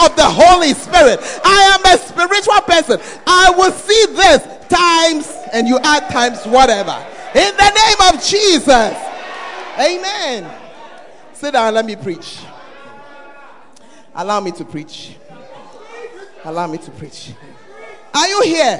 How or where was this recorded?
large echoing room